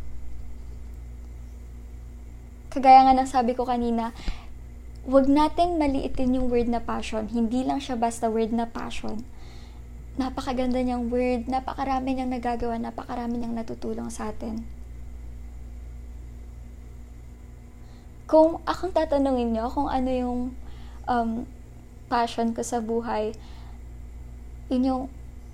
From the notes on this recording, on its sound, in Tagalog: sorry sa background noises hehe pero sana naging clear pa rin:)